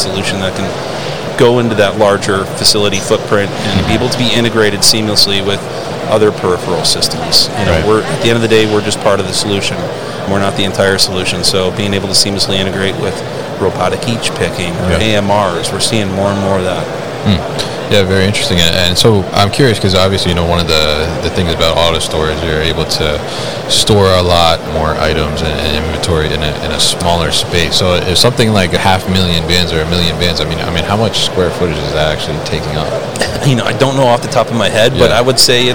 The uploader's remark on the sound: Autostore at MODEX 2022